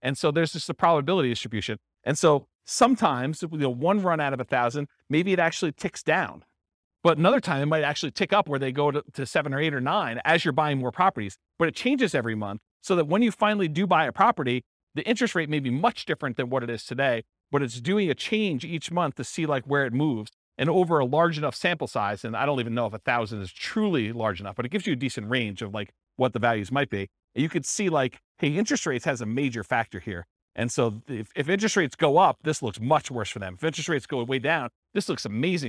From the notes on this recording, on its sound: This was a live class recorded